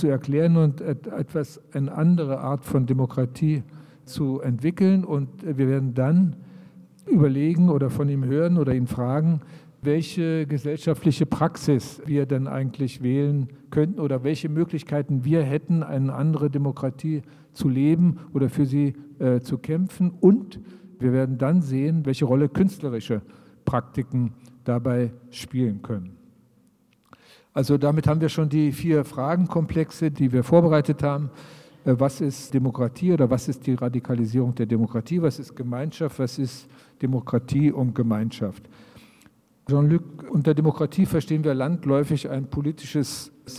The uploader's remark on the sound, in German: Passagen Gespräch im Semperdepot. Im Wiener Semperdepot. Zu hören ist ein behutsam gekürzter Mitschnitt des Abends.